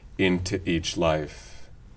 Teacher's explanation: a sort of resurrection of lip-roundedness as a link into another vowel